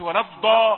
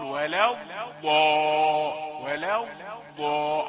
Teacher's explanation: والضاد من صفات الرخاوه فهي ليست شديده · Shown in: second take